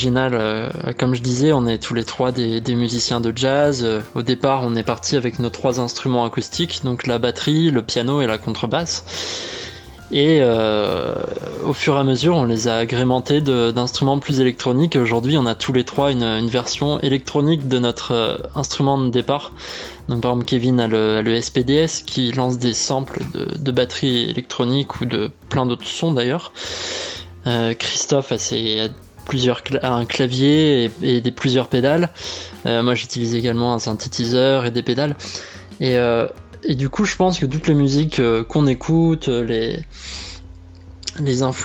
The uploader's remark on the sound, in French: par téléphone